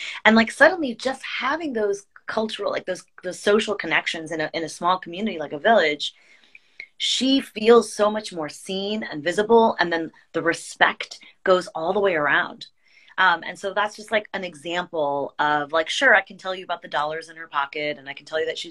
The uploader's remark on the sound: a special Instagram live